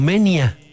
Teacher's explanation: Aunque popularmente se lee como se escribe, en latín clásico el diptongo se pronuncia de forma aproximada como menia, no moenia. · Term: diptongo OE